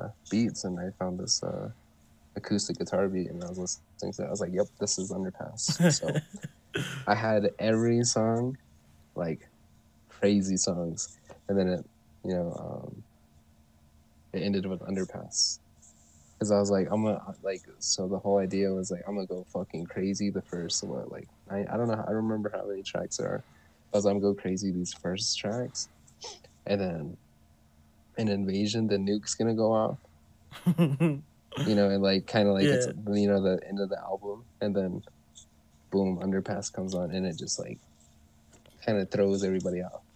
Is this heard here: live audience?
no